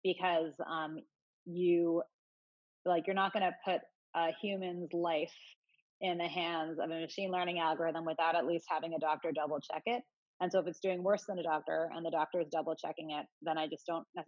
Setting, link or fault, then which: link, video call